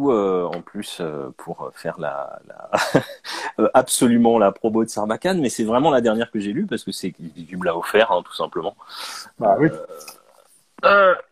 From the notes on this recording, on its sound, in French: lors d'un Live Instagram